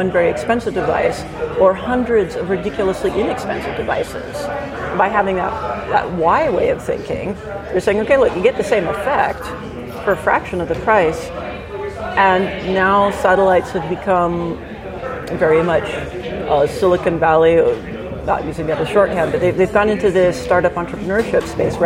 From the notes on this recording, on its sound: Live from TNW 2017